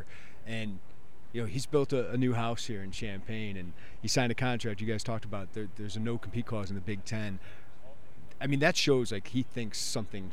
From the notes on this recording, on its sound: Live from Big Ten Media Days.